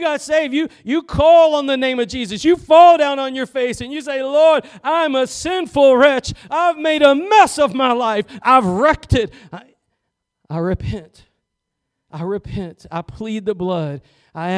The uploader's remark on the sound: Preached at Gospel Lighthouse in Bossier City, La.